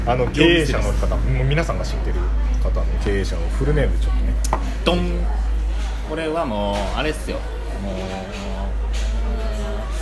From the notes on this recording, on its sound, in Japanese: 雑音込みでお楽しみください。